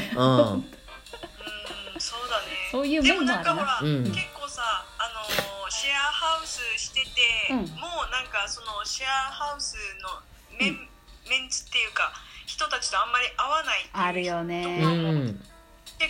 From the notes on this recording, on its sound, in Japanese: イギリス在中。LINE電話でのやりとりなので、声が遅れたり音質が悪いことがありますので、ご了承ください。